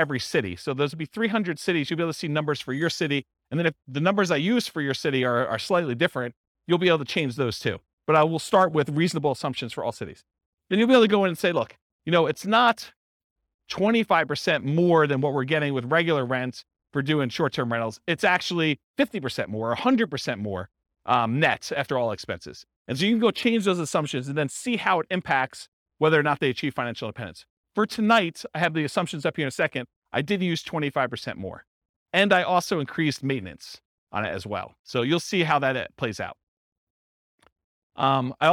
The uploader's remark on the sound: This was a live class recorded